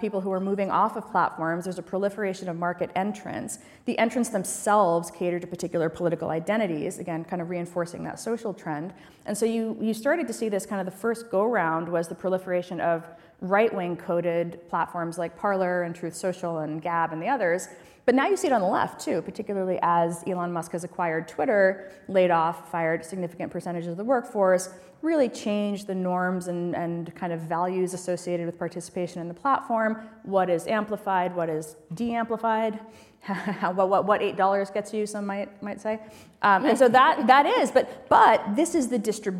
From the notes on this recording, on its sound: At the Knight Foundation's INFORMED conference in Miami, Florida, In Lieu of Fun made a brief comeback for a live event. The audience participated. Scotch was consumed.